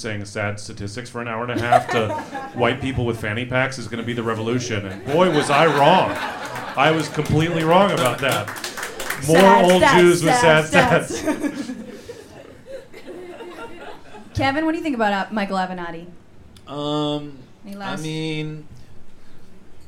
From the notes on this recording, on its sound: This episode was recorded in front of a live audience at The Setup in San Francisco.